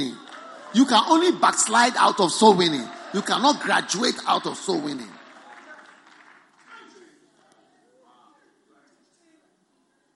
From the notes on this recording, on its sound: Preached at a Healing Jesus Pastors' conference in Gaborone, Botswana on the 17th - 26th of September 2019